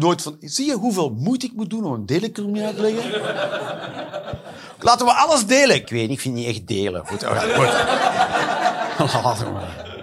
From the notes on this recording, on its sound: Live 11 November 2023, Club Haug, Rotterdam